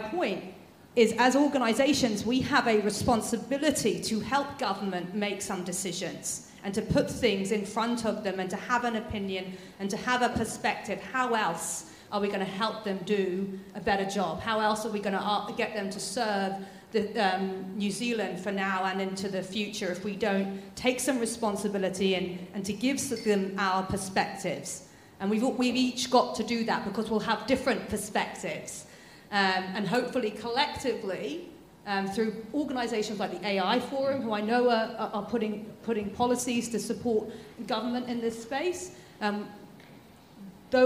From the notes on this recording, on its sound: Here is the recording of the recent UC Business School MBA Thought Leadership panel event on 30th March. Here is the recording of the recent UC Business School MBA Thought Leadership panel event. We had a 90-minute(!) thought-provoking discussion.